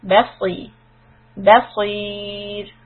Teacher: Saad kasra is heavy but not as heavy with a saad fatha. So si, just basically use the tongue and not the lips to make the sound.